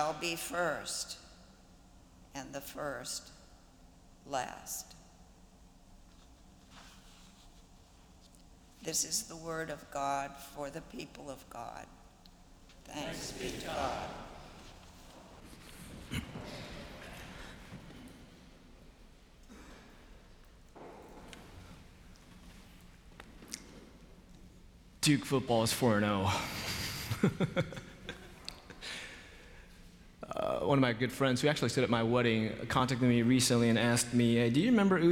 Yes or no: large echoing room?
yes